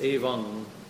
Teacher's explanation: The dot over the M, that diacritic mark, kind of renders the M into an ng, as though your tongue is kind of stuck to the back of your throat. So it's evam.